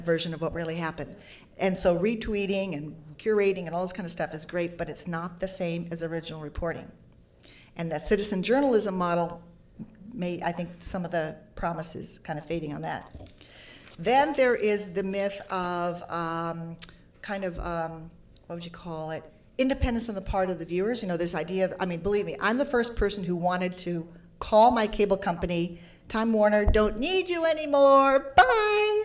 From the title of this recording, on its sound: Panel at #Media99 Summit